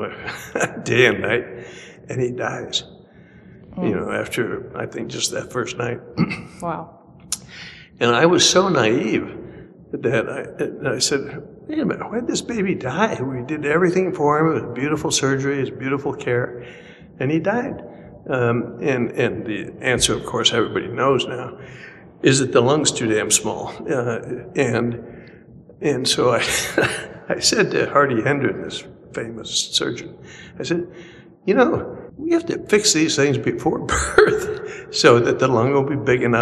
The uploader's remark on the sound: While at the 40th annual IFMSS conference in Los Cabos in early November 2022. Please excuse our audio quality and the echo!